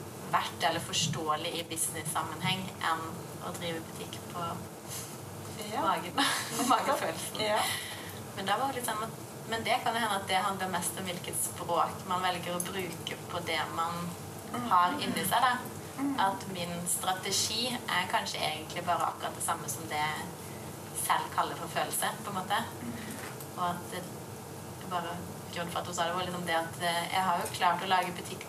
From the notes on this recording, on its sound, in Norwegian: BEKLAGER FOR LYDKVALITETEN!! Denne episoden er et liveopptak fra Stitsjorama med Witre Design.